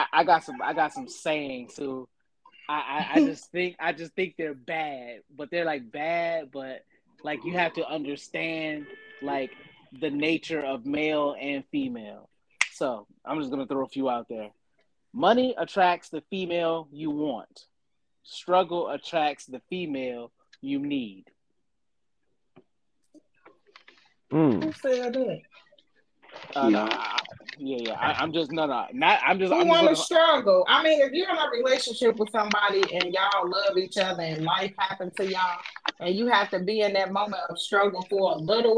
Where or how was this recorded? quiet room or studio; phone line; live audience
phone line